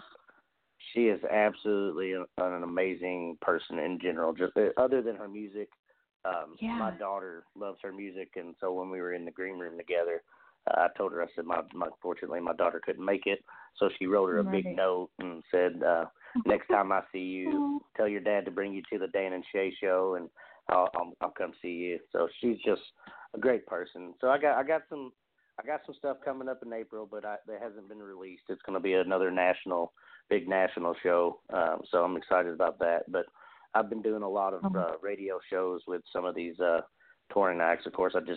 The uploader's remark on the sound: We celebrate with call in guests